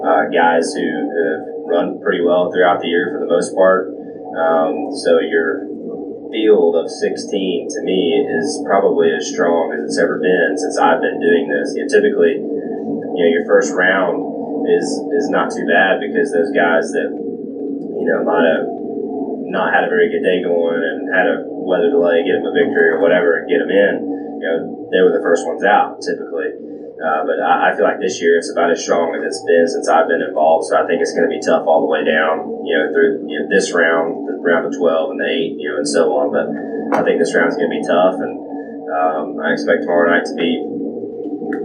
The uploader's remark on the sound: On location at Richmond Raceway covering this weekend’s Nascar event. This episode consists of Friday’s press conference.